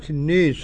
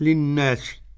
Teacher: فقرأ الدوري بالإمالة الكبرى وقرأ السوسي وبقية القراء بالفتح للناس · Term: إمالة كبرى